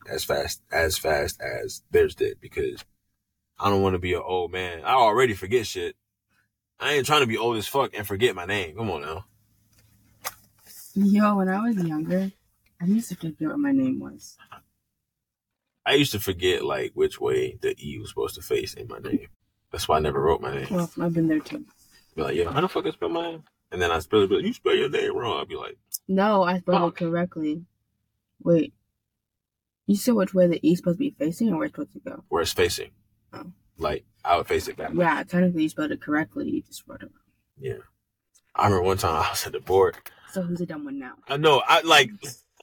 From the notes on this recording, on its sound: All the way from a ghost forcing us to record away from the house and back into the car. (The ghost cursed our audio in this episode).